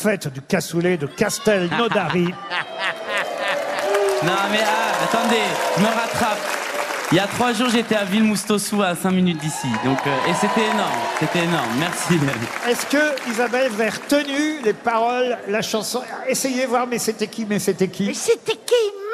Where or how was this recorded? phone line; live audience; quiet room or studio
live audience